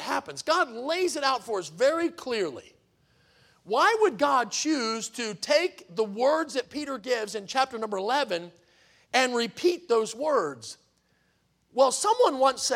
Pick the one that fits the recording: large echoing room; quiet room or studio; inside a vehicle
large echoing room